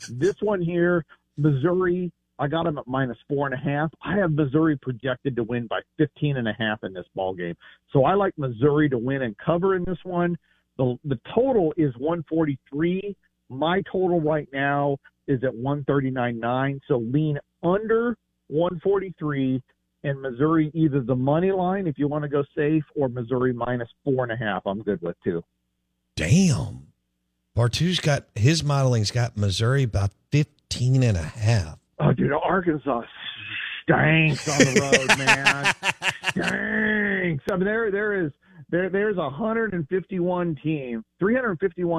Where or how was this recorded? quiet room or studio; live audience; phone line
phone line